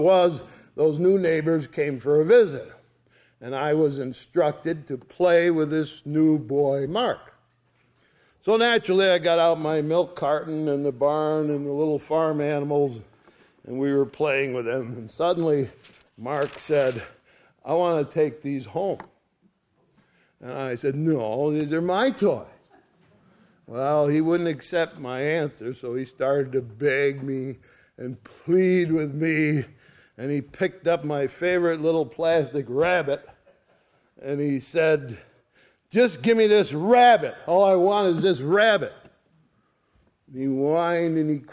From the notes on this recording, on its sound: Sunday Morning Service recorded on 02/26/2023